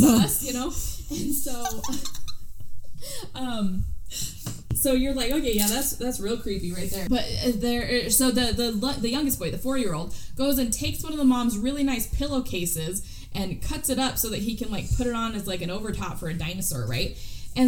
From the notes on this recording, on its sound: This was our first time recording, so we apologize for the poor quality!